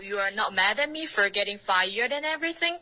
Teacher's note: 这个 not 结尾的特的停顿好像用了一个喉音停顿，我不建议你用喉音停顿，OK，用舌尖顶舌尖的方式。